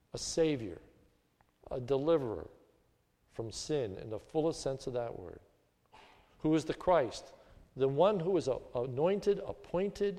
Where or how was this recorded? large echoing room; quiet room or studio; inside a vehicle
large echoing room